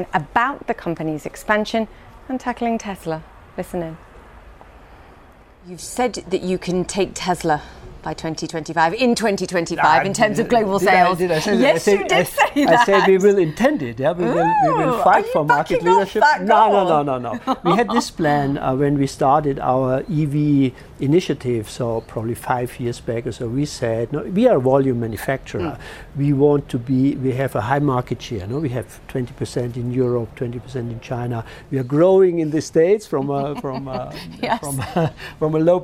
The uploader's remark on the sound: Live from the World Economic Forum